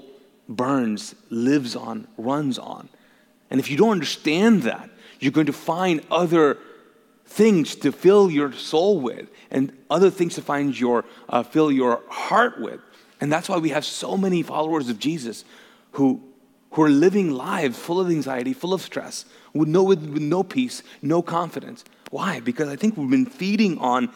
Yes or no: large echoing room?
yes